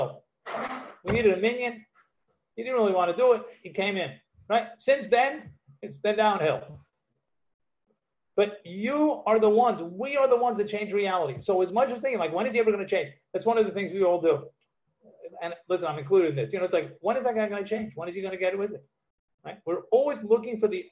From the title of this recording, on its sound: Live on Zoom 7-6-2020